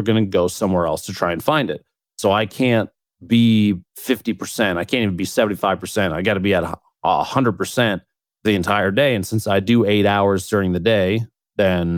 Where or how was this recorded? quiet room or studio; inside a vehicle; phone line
quiet room or studio